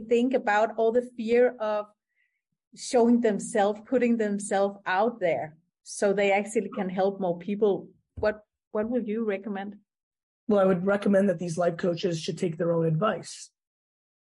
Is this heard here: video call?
yes